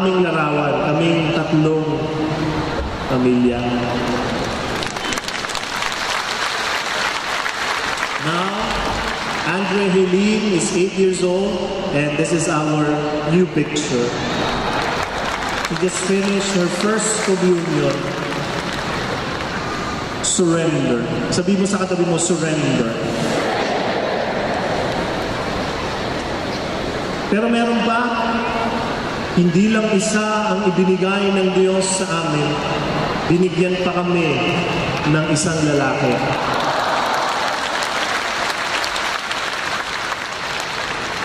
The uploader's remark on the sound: This talk was recorded from Rizal Grand Feast 2016